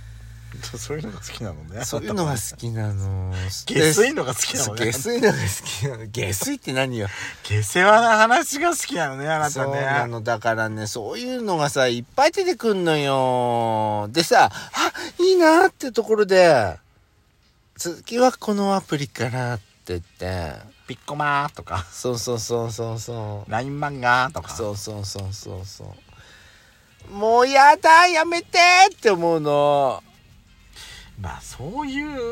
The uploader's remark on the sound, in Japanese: From Radiotalk。パーキング収録。